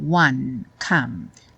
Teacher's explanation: terminar o som no N ou no M e não seguir para o E